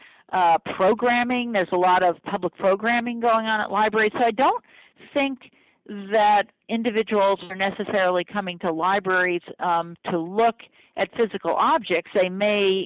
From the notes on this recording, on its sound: got on the phone